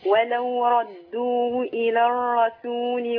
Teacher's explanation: الراء في كلمة الرسول مشددة ومفتوحة مفخمة